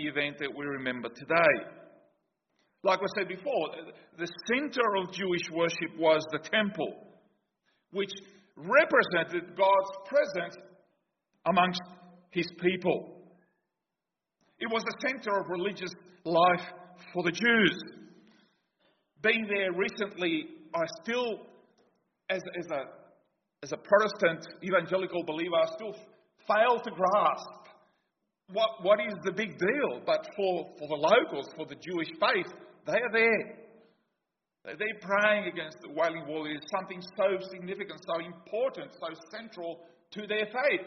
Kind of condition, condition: setting, large echoing room